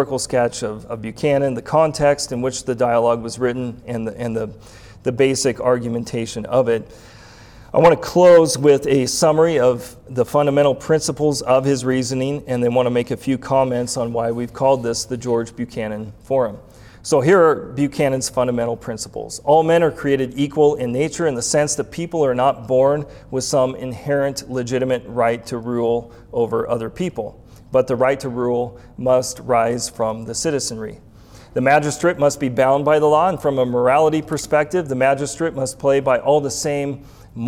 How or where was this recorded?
live audience